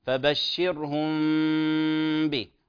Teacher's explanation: الأصل الميم مع الباء لدينا إخفاء شفوي